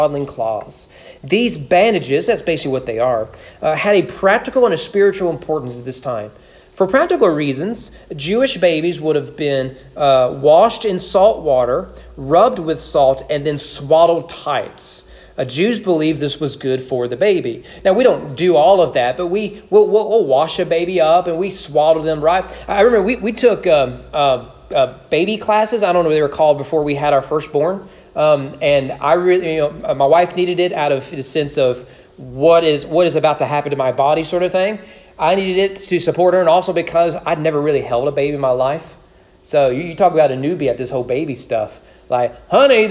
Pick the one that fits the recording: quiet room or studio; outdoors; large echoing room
large echoing room